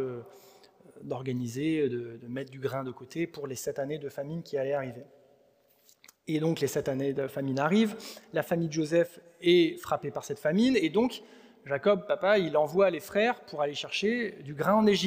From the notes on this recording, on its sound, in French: Enregistré à l'église CVV, le 14/05/2023